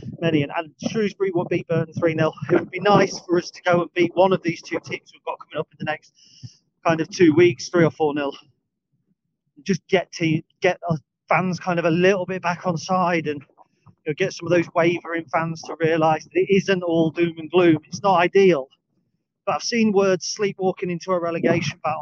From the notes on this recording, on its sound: Recorded on the dog walk. This is filmed outside and on video, so the sound quality may differ from the usual podcast.